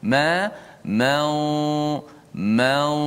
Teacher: nun hanya dikekalkan bunyinya pada gunnah di khayshum ataupun di hidung · Term: ikhfa